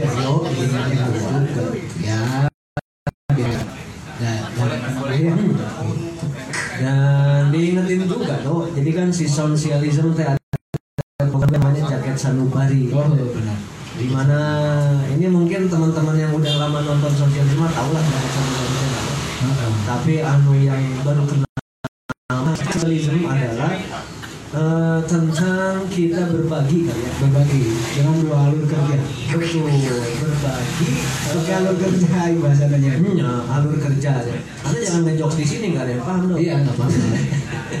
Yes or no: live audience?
yes